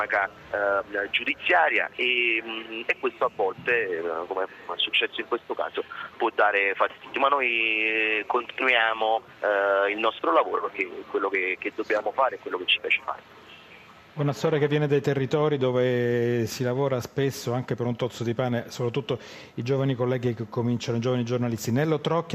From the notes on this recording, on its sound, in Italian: In diretta da Expo 2015.